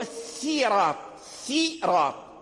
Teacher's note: فأنت تنطق بالسين مرقق ثم لسانك يتصعد إلى الراء المفخم وإلى الطاء المفخم، فتكون على اللسان كلفة